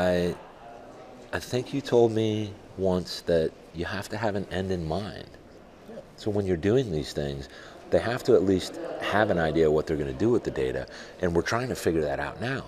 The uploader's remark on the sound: From Reliable Plant Conference 2023